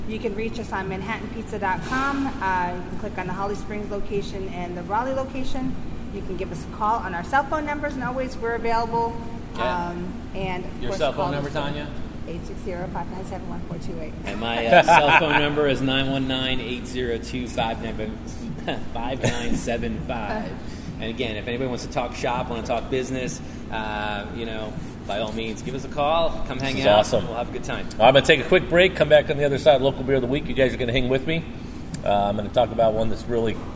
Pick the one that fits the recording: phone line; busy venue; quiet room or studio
busy venue